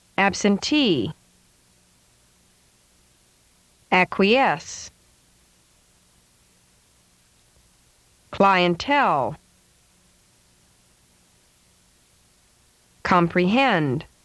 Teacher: three-syllable words where primary stress is on the last syllable. Remember that this last syllable must have falling, gliding pitch.